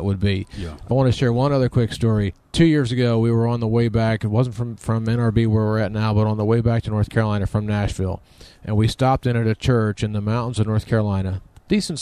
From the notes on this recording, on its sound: This show was recorded inside their travel RV at the National Religious Broadcasters Convention #Proclaim18 in Nashville, TN.